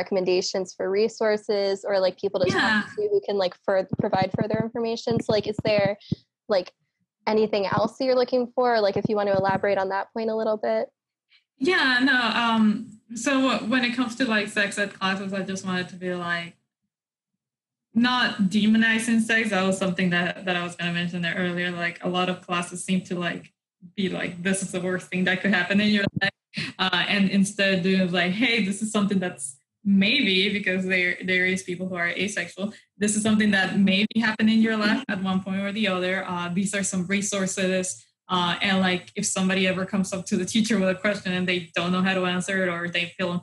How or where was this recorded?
video call